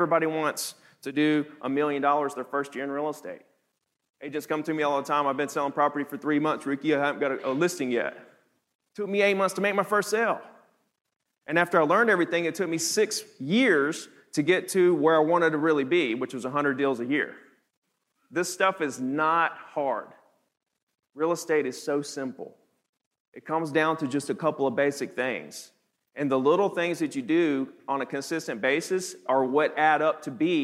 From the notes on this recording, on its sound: teaches the audience at the HyperFast Sales Summit